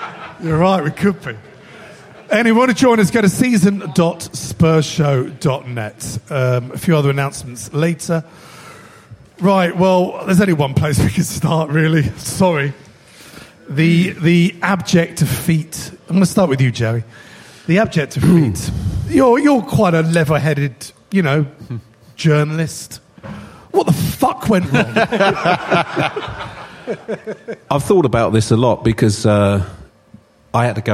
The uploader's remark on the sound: LIVE from Dingwalls in Camden!